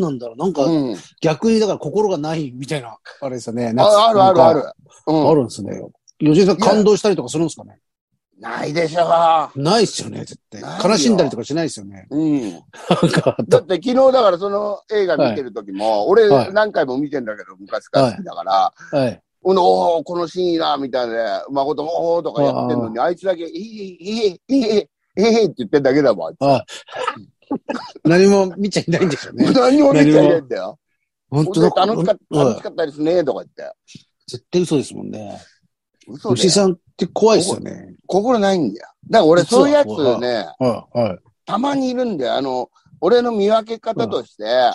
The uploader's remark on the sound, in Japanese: ZOOMで収録